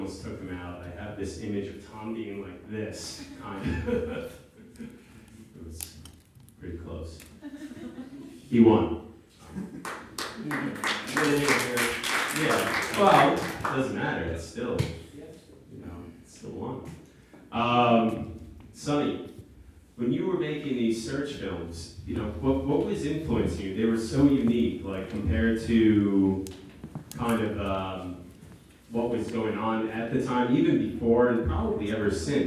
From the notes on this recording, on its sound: interview in front of a live audience